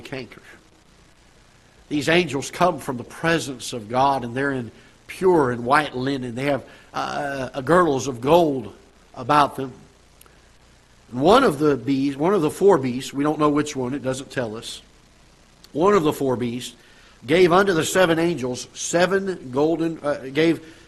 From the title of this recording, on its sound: Ketha Heights Baptist Church ~ Live Broadcast